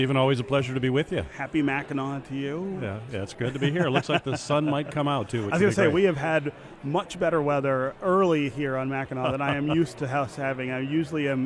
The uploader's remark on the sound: At the annual policy conference. 2019 Mackinac Policy Conference.